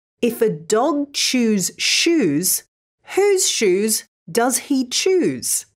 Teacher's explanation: both the sh and ch sounds are unvoiced. This means there'll be no vibrations if you put your hand on your neck when you say them.